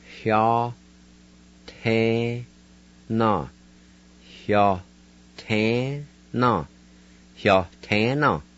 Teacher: There's an H sound at the beginning of the Y